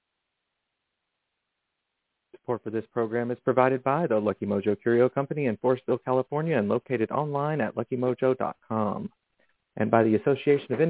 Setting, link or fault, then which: link, phone line